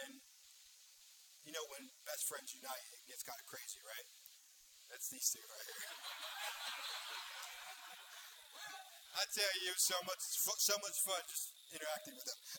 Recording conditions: large echoing room